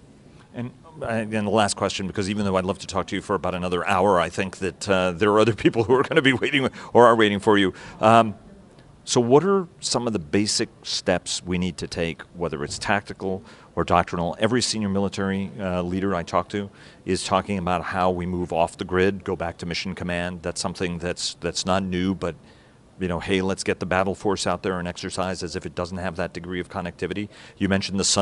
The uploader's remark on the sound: The interview was conducted on the sidelines of CNAS’ annual conference, this year titled, “Strategic Competition: Maintaining the Edge.”